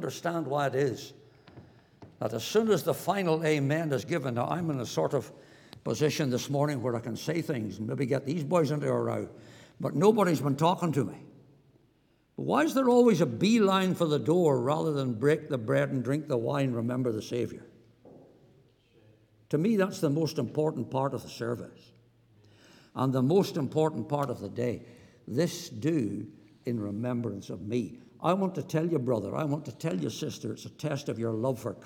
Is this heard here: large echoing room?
yes